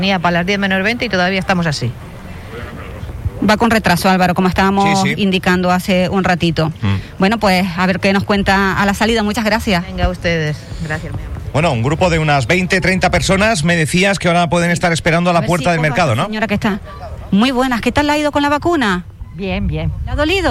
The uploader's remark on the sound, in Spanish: Vivimos en directo una jornada de vacunación contra la Covid 19. En directo hasta el punto de vacunación COVID instalado en la nave del Mercado de la Biosfera. Pudo charlar con varios vecinos.